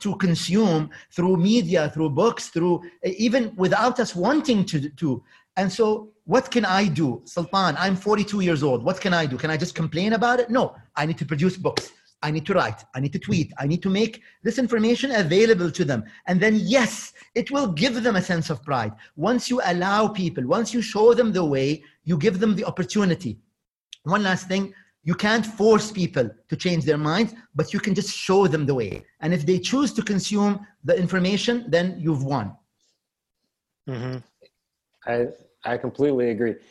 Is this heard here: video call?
yes